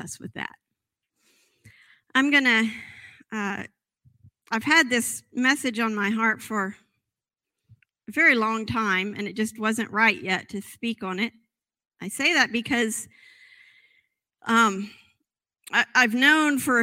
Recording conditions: large echoing room